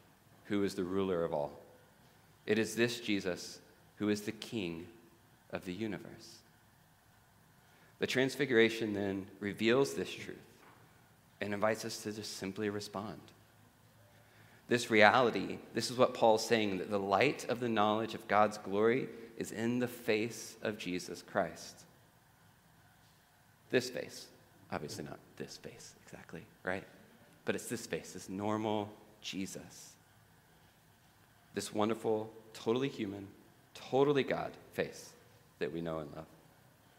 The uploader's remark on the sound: at The Table worship gathering on Sunday, February 11th, 2024.